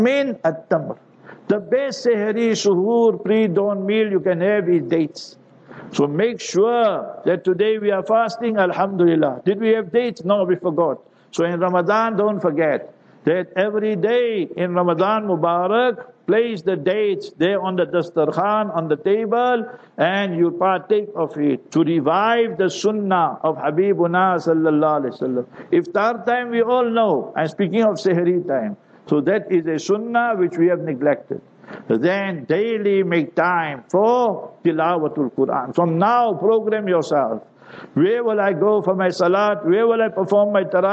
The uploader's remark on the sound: Jumah Lecture at Glenearn Road Soofie Masjid